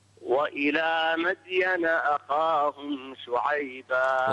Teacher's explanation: قلقل الدال وفخم الخاء